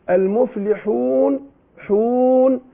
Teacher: الواو بتخرج من الشفتين معا